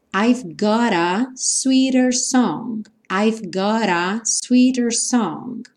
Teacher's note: Aqui o T ganhou esse som r, r, r.